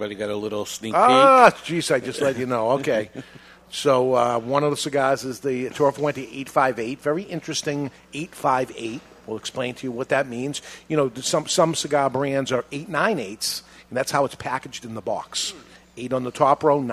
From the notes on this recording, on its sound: We are live from Two Guys Smoke Shop in Salem, NH